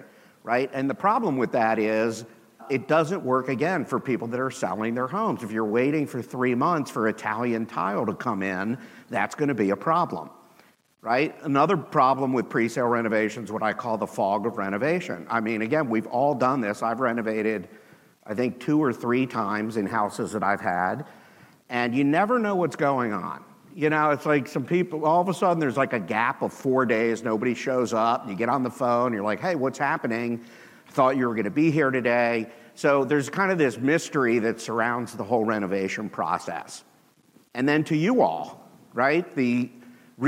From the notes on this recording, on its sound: with the audience at the HyperFast Sales Summit